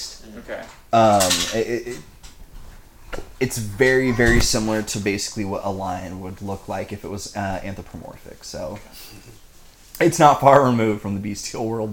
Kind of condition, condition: fault, sounds in the background